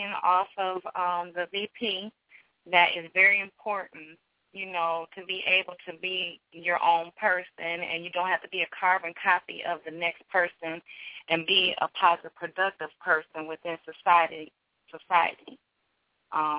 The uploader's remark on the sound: the hosts opens up the phone lines